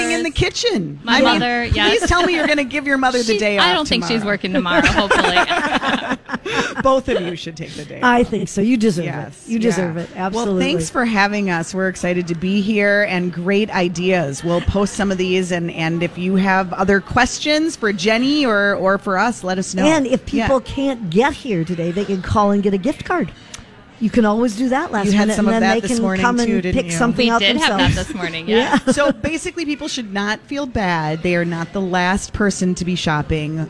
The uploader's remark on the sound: Live at General Store of Minnetonka for Mother's Day weekend.